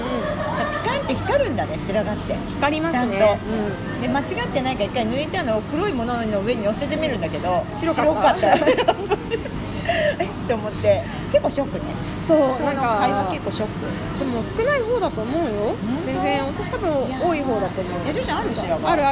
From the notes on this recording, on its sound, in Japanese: 外出先(流山のイトーヨーカドーのフードコート)で藤屋さんのお団子を食べながら収録しました